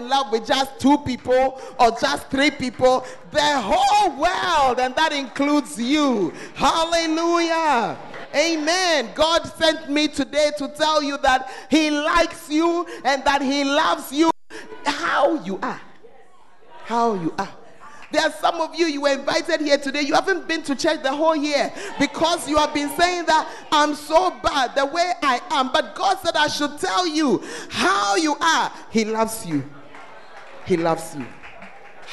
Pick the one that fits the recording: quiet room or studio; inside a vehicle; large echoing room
large echoing room